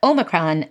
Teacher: But if you say the word with a primary stress, like Omicron, then the second vowel is the shorter monophthong, eh, and it's not stressed